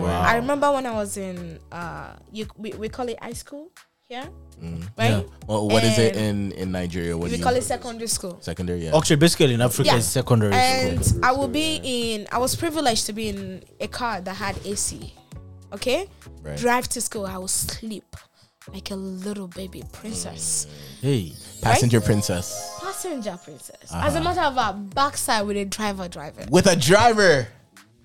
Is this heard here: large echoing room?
no